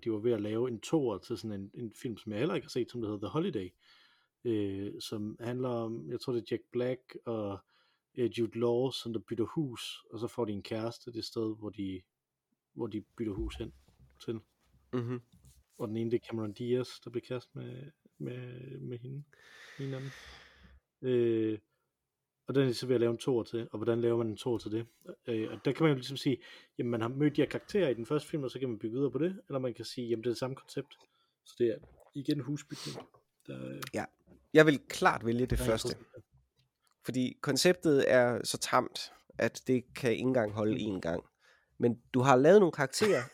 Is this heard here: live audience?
no